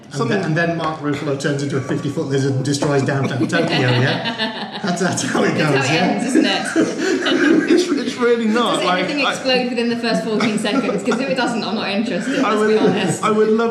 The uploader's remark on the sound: shows recorded at Hide N Geek for Free Comic Book Day 2016